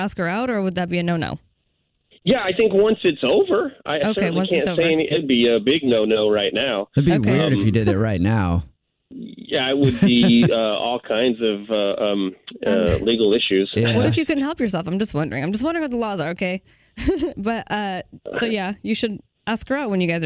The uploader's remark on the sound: called into The Jubal Show